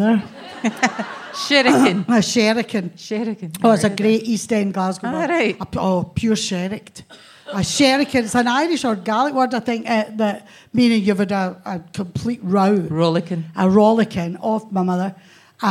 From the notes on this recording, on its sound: This week, it's a special episode of the podcast recorded at the Glasgow Comedy Festival! A live audience.